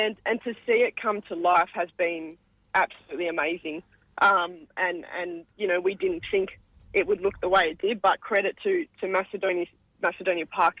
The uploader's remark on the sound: Special guests live by phone